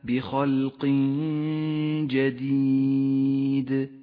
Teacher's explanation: يخفى التنوين بحرف الجيم مع بقاء غنة للتنوين زمنها حركتان · Term: الإخفاء